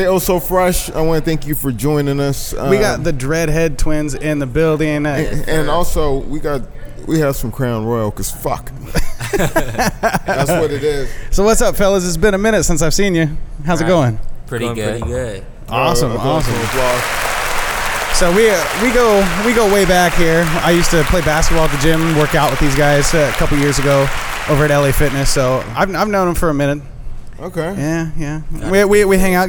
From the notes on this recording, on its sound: We go live at The Groaning Board Pub and dive into the menu so hard it almost derailed the show!!!